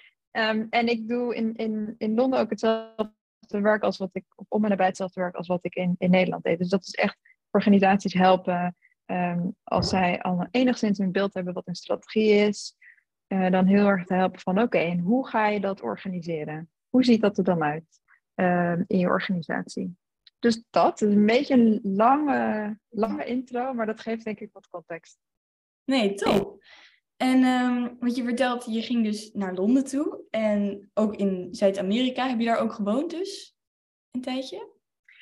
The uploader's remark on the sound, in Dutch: Deze aflevering speelt zich online af via zoom.